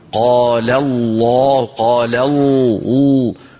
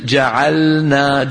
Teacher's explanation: فلما أنت يا أخي تفخم اللام يصير في فمك أمران، مؤخر اللسان يرتفع قليلا فيتقعر اللسان · Shown in: first take · هذا التقعر ينتج عنه انضغاط الصوت إلى الأعلى، انضغاط الصوت إلى قبة الحنك اللي هي هذه، وسنعود إلى هذا المبحث في صفات الحروف. · Term: اللام المفخمة